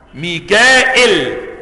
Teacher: ميكائيل بهمزة بعد الألف من غير ياء بعد الهمزة